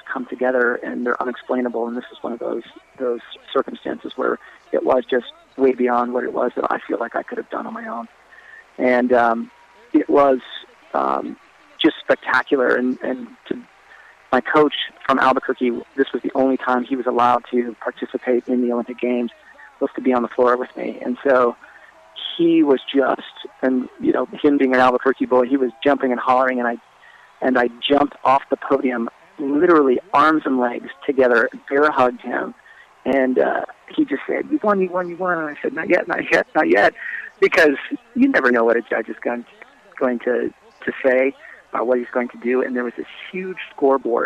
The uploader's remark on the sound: We were lucky enough to speak with him via phone in his hometown of Albuquerque, New Mexico.